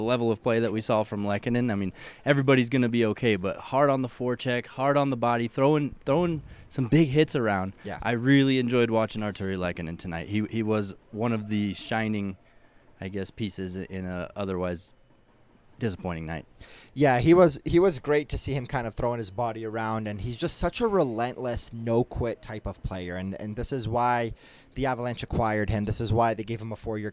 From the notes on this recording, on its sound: live from Ball Arena